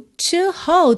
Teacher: a gente pode usar esse T como rarara mesmo no início da palavra, no caso aqui to, dependendo de onde a gente está vindo.